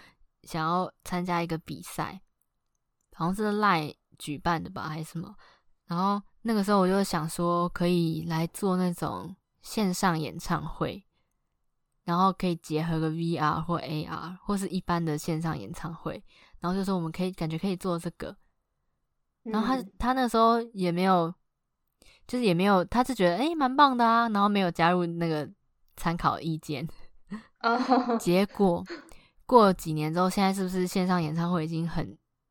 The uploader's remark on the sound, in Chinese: 這集錄製時有不可抗力之噪音，深感抱歉